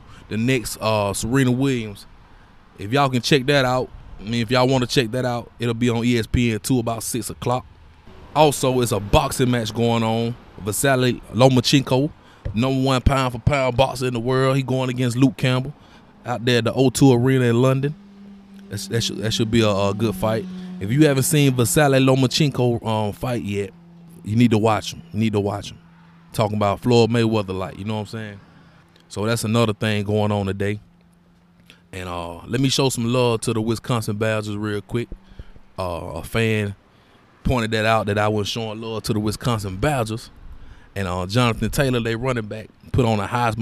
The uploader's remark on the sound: Live sports podcast episode from Exquisite Barber & Style in Montgomery, Alabama.